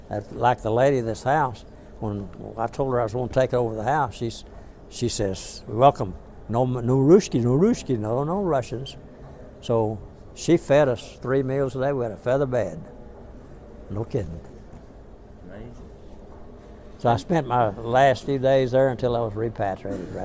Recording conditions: busy venue